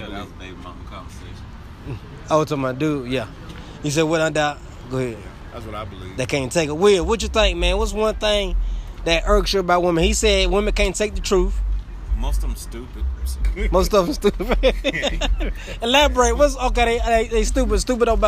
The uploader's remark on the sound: LIVE!! On location of Bizarre Coffee Shop and Bar, located 217 22nd Street Birmingham Alabama 35203 where Bizarre is celebrating their one year operating anniversary!! We’re in good company as the festivities are going.